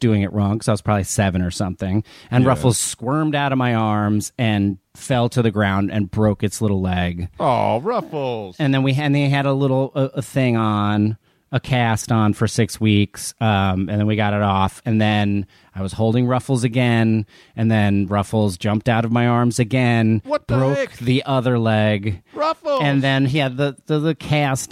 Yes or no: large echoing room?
no